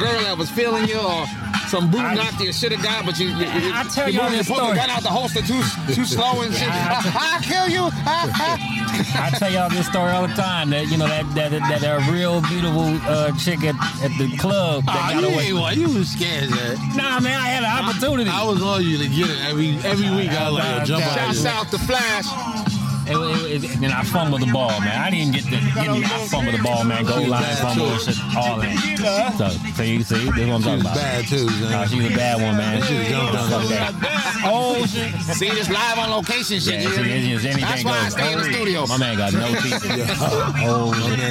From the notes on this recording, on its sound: On Location In Mission Beach California.